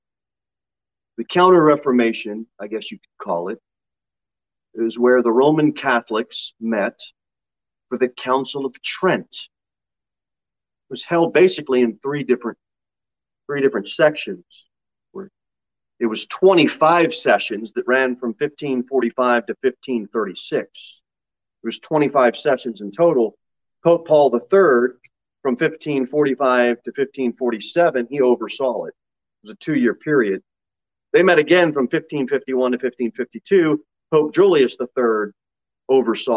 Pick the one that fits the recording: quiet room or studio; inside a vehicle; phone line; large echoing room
large echoing room